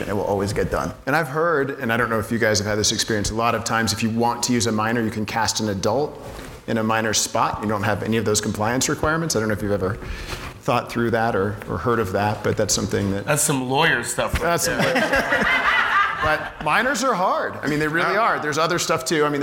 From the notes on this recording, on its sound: Panel (SFF 2018). Directors, producers, and legal experts "workshop" along with audience members.